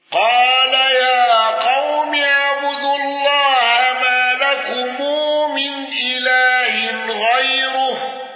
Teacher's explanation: ابن ذكوان بالسكت على المفصول